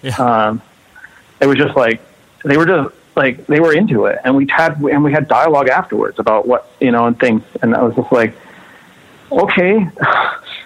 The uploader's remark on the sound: We hang out one afternoon on the phone